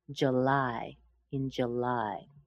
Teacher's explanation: Most people would put a schwa in the first syllable.